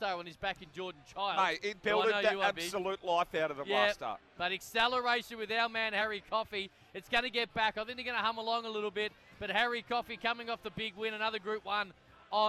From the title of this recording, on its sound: Wednesday Trackside LIVE from Launceston